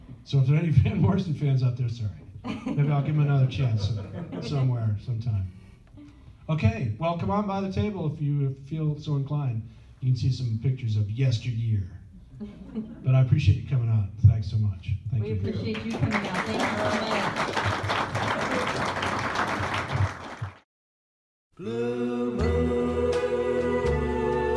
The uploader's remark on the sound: Panel interview. Recorded at Days of the Dead Chicago on April 9, 2021.